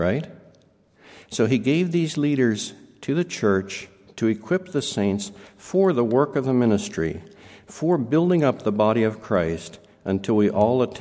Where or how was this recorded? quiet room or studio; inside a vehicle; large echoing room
large echoing room